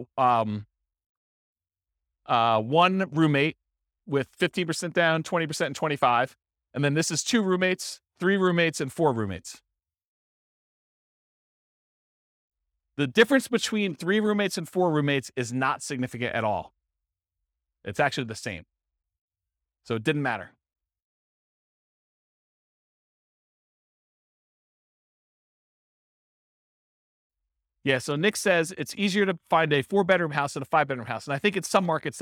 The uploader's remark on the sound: This was a live class recorded